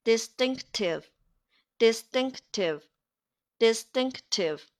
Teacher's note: 后面这个清音 t 被前面的 s 给浊化了